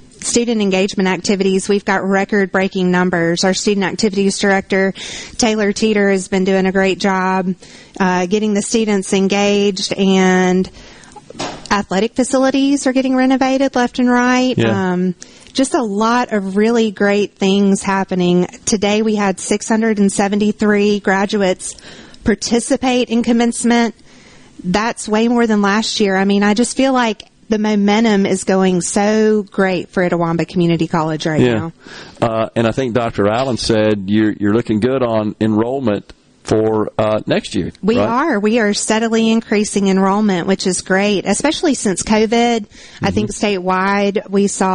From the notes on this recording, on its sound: MidDays is LIVE from Itawamba Community College in Fulton as they celebrate their spring Graduation.